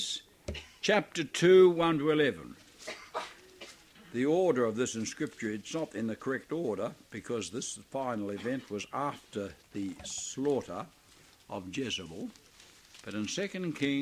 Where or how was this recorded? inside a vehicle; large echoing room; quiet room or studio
large echoing room